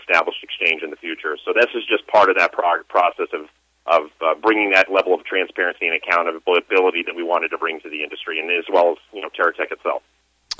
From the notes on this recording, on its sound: called in to SmallCapVoice